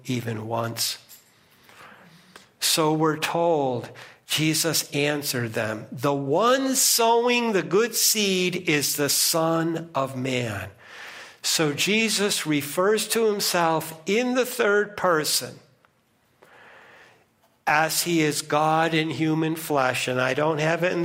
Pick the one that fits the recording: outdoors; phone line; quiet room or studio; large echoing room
large echoing room